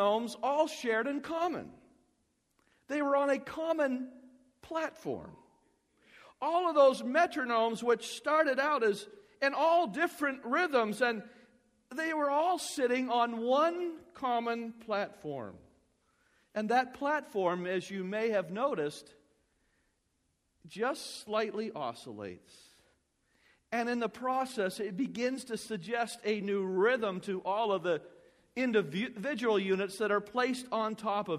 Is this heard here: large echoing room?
yes